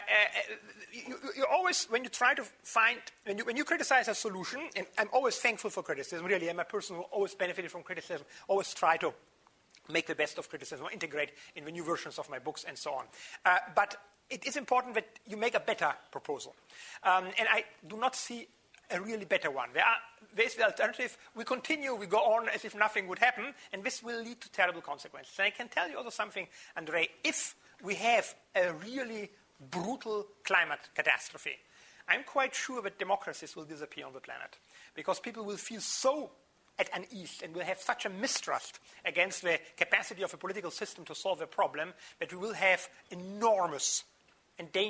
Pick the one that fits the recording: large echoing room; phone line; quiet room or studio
large echoing room